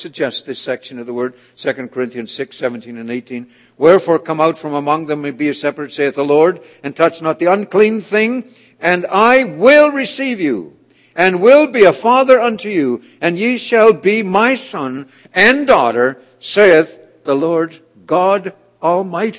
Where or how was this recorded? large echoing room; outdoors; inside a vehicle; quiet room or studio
large echoing room